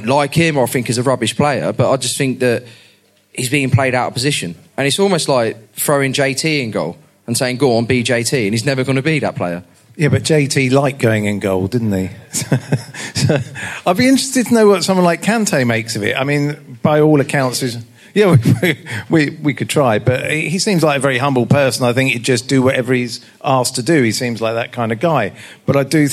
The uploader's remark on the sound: This week we bring you the show LIVE from The Atlas pub in London!